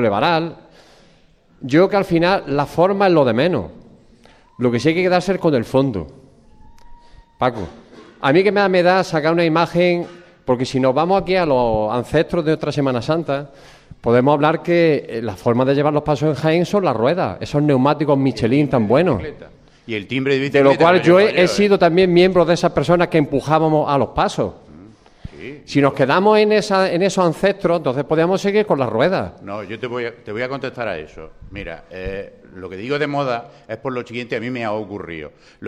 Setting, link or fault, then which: setting, busy venue